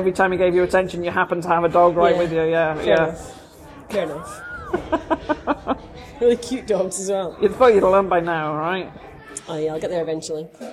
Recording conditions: background noise